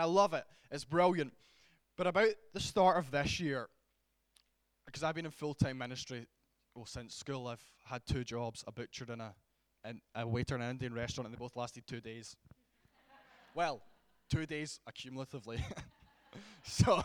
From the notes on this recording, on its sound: Glasgow Prophetic Centre hosted by AsOne at Heaton Baptist Church.